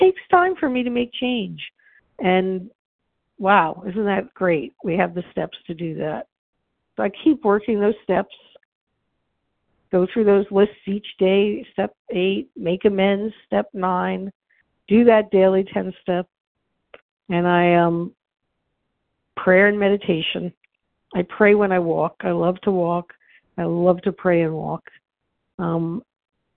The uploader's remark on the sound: from the 100 Pounders Phone Meeting, 8/16/23.